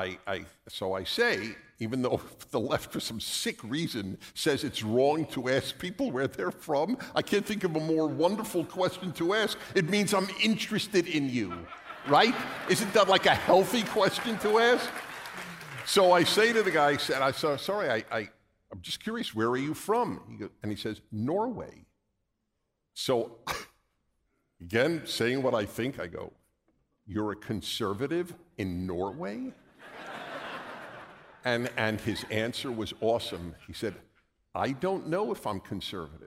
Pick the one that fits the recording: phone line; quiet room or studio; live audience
live audience